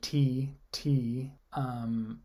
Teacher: I build up air, and then I let the air go to make the T. It's a plosive again, just plosive.